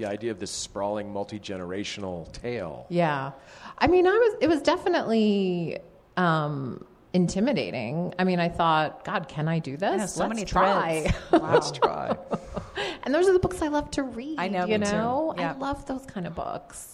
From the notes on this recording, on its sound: Live At Storyfort. Onstage at the Storyfort Festival in Boise, Idaho.